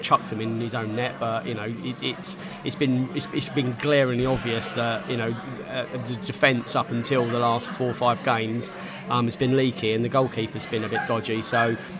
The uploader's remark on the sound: Stoke City Pre-Match Podcast From the Pub.